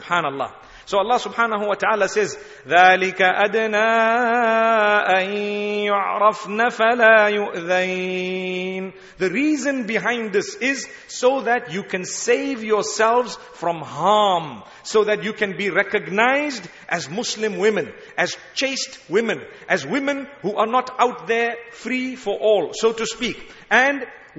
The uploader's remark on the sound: Taraweeh Lecture at Masjidul Quds Gatesville Cape Town